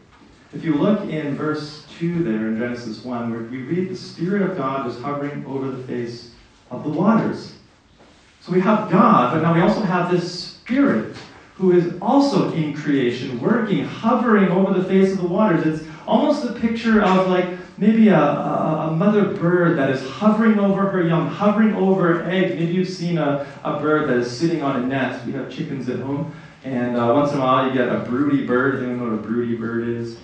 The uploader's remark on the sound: messages preached at Riverside Bible Camp in 2023.